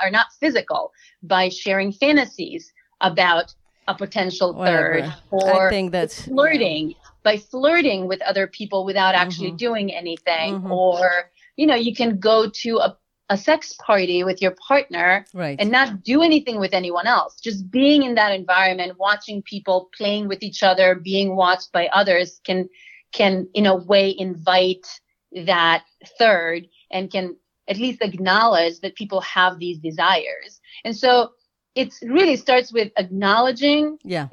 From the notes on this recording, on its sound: Uncensored is a conversation on zoom where people from all over the world discuss sex and relationships openly and honestly.